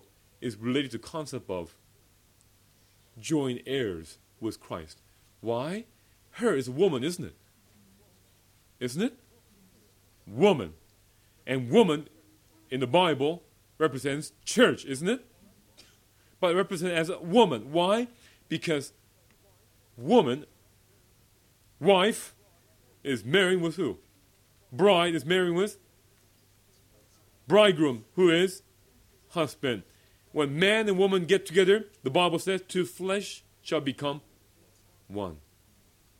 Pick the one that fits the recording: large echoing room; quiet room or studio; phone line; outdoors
large echoing room